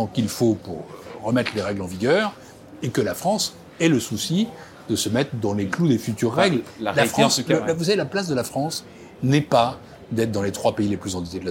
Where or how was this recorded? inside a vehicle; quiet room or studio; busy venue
busy venue